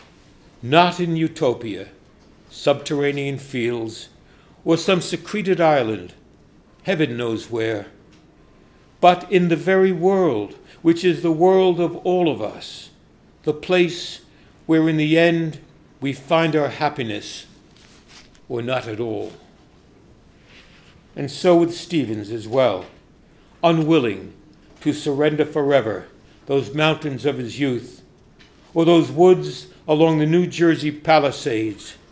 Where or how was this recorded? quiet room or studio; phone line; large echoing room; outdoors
large echoing room